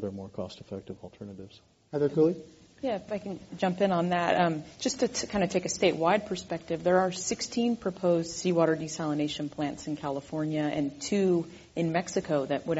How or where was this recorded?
live audience